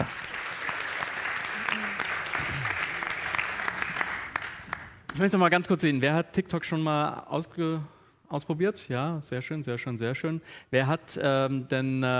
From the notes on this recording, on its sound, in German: Diese Spezialfolge von „Praktisch Faktisch“ ist eine Aufzeichnung vom Campfire-Festival 2019 in Düsseldorf. Im RP-Zirkuszelt.